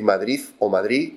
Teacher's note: como no pronunciar una D, ¿no?, en Madrid, ¿no?, sino decir Madrid o Madrid y ya está.